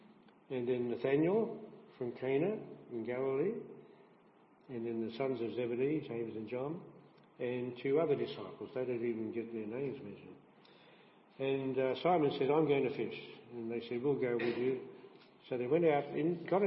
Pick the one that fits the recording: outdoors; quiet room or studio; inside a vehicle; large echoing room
large echoing room